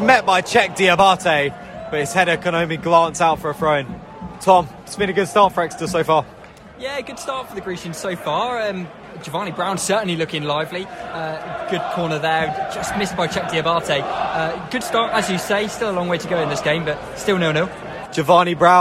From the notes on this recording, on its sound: XpressionFM Sport once again return to St James Park. Live commentary of Exeter City's game against MK Dons.